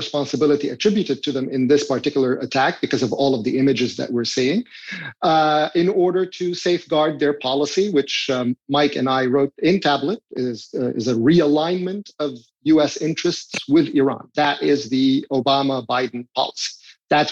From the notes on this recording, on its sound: Tablet Magazine hosted a zoom